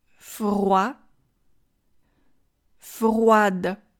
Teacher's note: 第一元音“啊”开口要足够大，第二就是“fr”到半元音“我”的这样一个迅速滑动